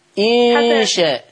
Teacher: غنة الإخفاء اللي هي النون عند الشين